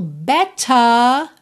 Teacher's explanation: better com esse T bem marcadinho também e o R sem enrolar. Então, ao invés de better, que seria mais comum no inglês americano, temos better.